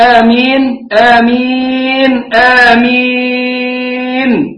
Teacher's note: لا وجه له إلا عند ورش في القراءات يمد الهمز البدل، يمد المد البدل أربعة ولا ستة، لكن مد البدل عندنا حركتان فقط، آمنوا آمين إيمانا، فمد البدل حركتان، فأنت بتنطق بآمين قل آمين، المد يجي في آخر الكلمة على أنه عارض السكون